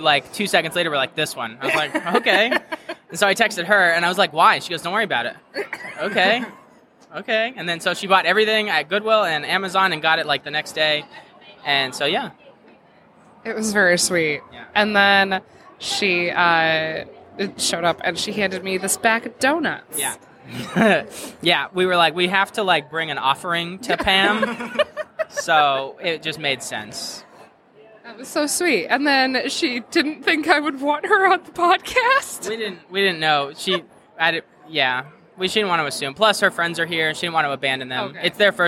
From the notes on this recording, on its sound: Live at Grand Rapids Comic Con